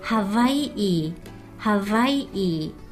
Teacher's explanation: ハワイイ、ハワイイと最後のイをもう一回はっきり言う感じです